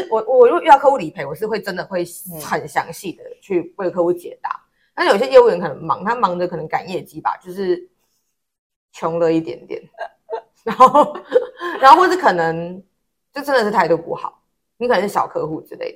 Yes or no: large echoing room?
no